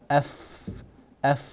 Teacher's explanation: نضغط قليلا على مخرج الفاء اللي هو صوت يعني بطن الشفة السفلى مع أطراف الثنايا العليا، البطن الصفحة الداخلية للشفة وأطراف الثنايا القواطع.